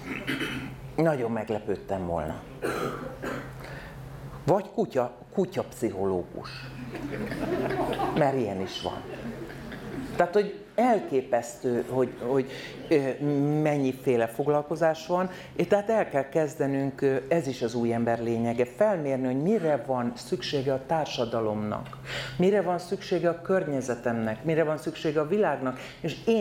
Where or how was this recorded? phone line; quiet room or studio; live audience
live audience